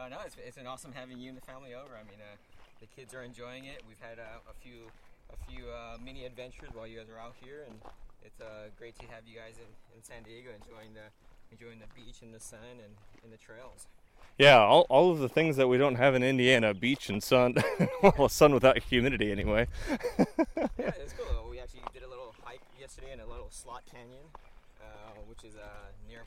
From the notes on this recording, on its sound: We recorded this episode while taking a hike together in the beautiful hills of San Marcos, CA while visiting their family out there, so the audio quality will be a bit different than normal.